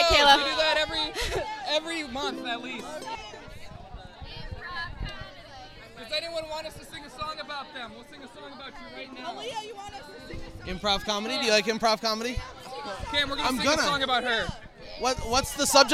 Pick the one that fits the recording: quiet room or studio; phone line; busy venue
busy venue